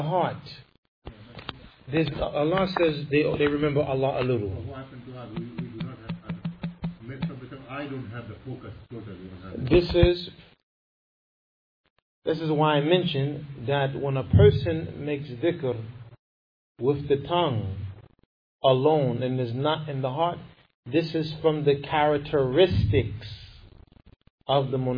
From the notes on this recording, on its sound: Lecture given at Masjid Nur Allah, Queens, NY